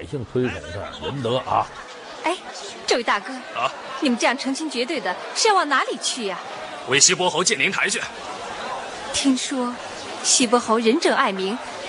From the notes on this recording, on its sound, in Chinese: 還有聽故事的觀眾